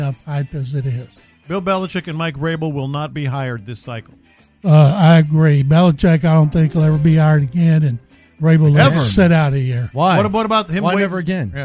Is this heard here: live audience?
no